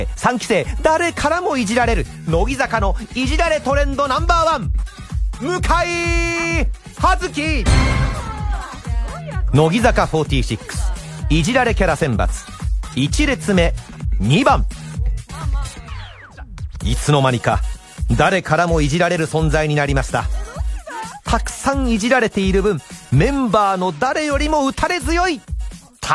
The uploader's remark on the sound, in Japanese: 電話収録。